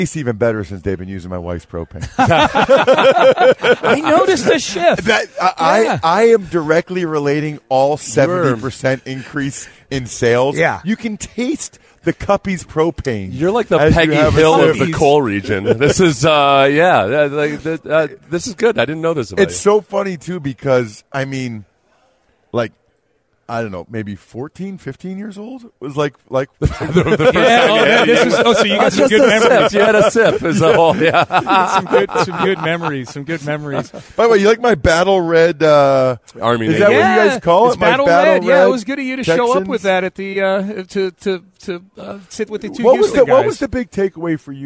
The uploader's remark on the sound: live at Radio Row in Las Vegas